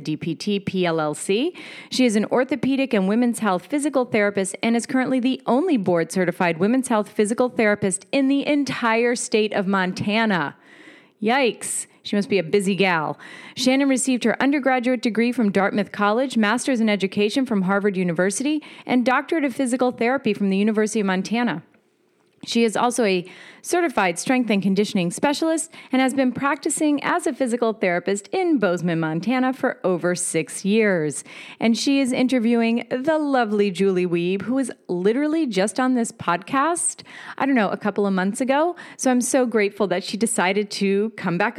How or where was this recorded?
busy venue